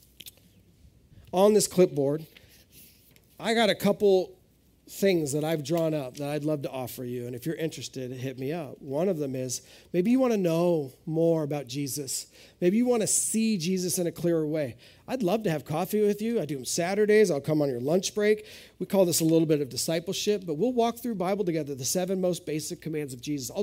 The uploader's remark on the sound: This is audio ripped from the Live Service video.